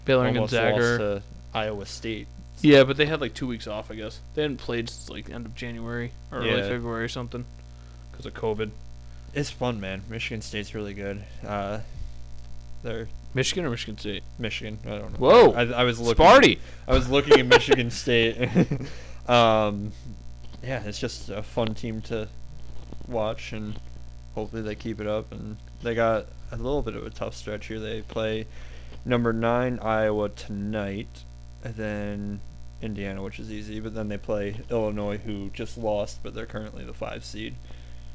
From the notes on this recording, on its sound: We were in person again which was good, sorry for the audio problem, we will get that fixed for next week!